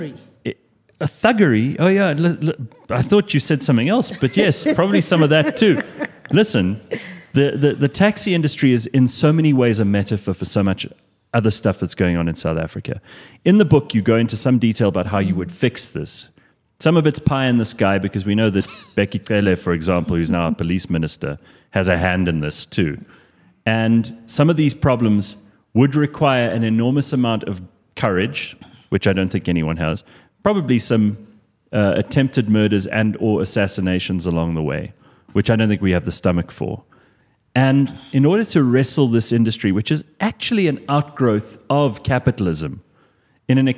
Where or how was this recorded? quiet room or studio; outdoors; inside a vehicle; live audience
live audience